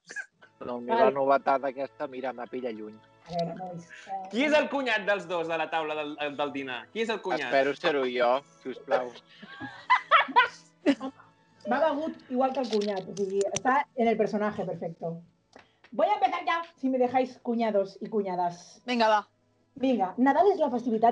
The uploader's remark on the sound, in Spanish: En este especial Navidad 2020, todo el equipo de La Sabionda se reúne, por supuesto a través de Skype, con este formato especial.